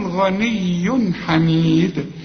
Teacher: الحاء برضو من حروف الإظهار، هنا مش هغن